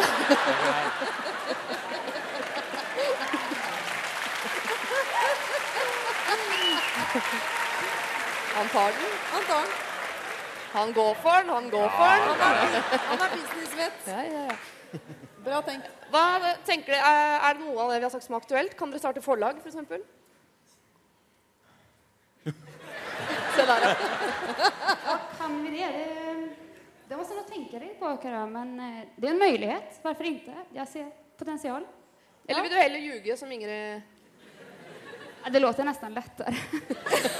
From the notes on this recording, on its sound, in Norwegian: Live fra Chateau Neuf. Problemer fra salen.